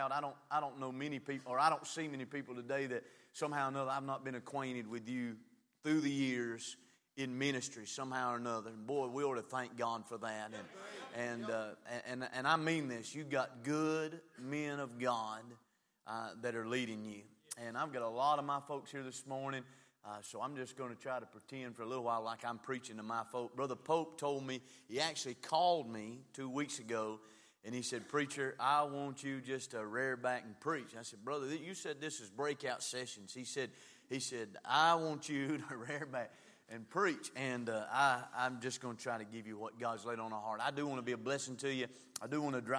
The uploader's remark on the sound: from the pulpit of Calvary Baptist Church